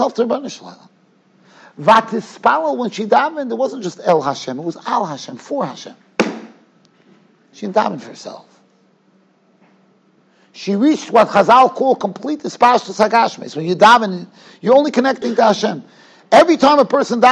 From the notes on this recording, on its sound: Shiur recorded in Yeshivas Ohr Reuven, Monsey, NY.